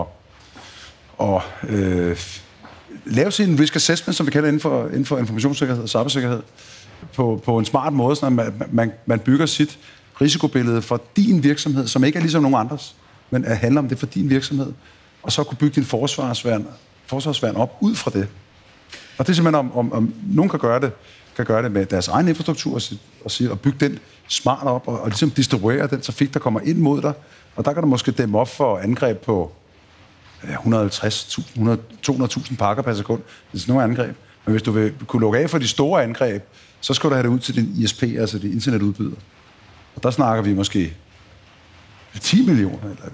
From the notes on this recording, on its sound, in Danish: I denne særlige liveudgave af ’True Cybercrime’ gennemgår eksperter på scenen